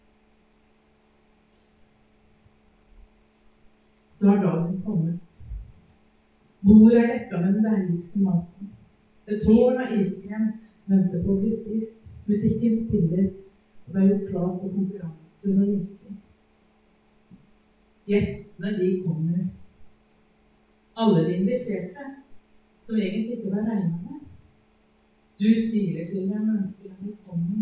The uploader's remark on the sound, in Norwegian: Beklager, dårlig lydkvalitet.